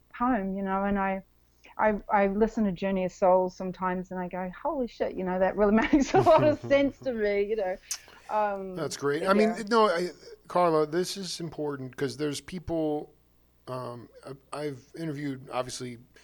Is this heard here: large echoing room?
no